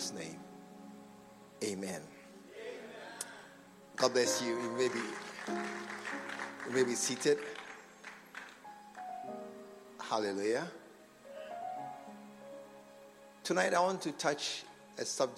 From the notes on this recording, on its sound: A message preached at the SAT service. At the True Vine Cathedral Bantama.